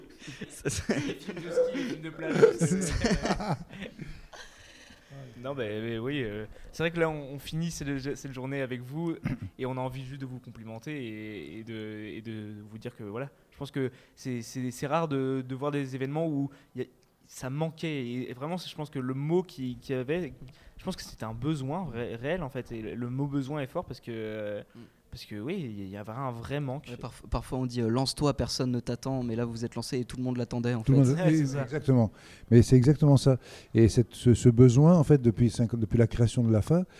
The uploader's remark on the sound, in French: invitée aux Etats Généraux de l' AAFA - Actrices et Acteurs de France Associés, a enregistré des discussions avec différents participants